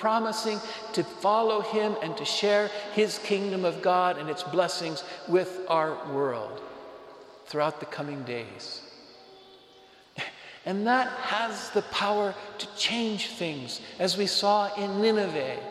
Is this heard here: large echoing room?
yes